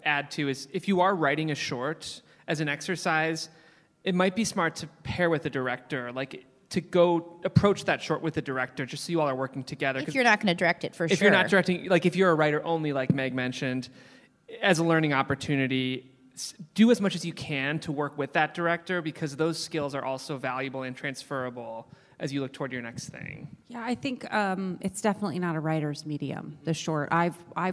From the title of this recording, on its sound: LIVE From SLO